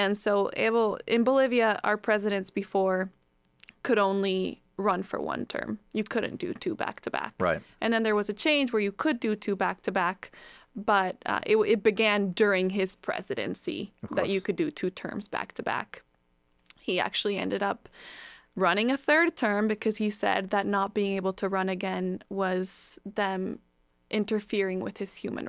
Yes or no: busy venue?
no